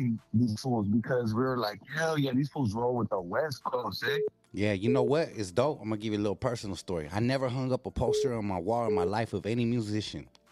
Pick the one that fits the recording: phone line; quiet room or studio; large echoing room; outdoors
phone line